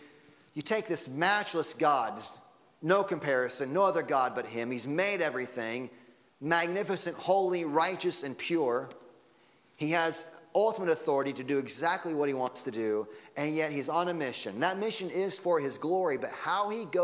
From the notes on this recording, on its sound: Sunday Morning Sermon Audio